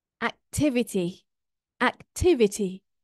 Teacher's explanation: the stress falls on the third last syllable, the antepenultimate syllable